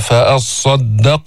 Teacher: صاد مشددة، حرف صفير، حرف فيه صفات قوية، فيه استعلاء وفيه إطباق